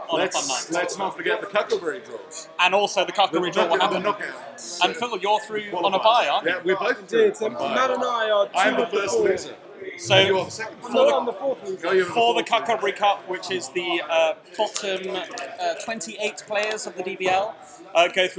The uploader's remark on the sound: Knockout draw LIVE on air. Very drunken analysis of the DBL knockout draw from the pub.